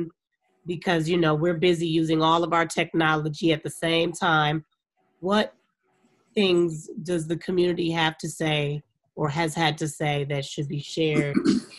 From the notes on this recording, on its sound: host a zoom on facebook live